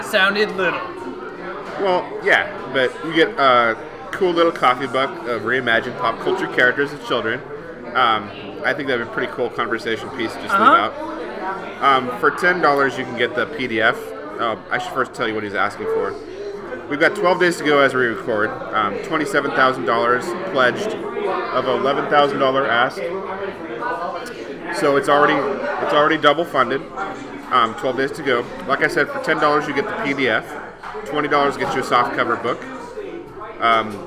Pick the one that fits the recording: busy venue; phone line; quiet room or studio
busy venue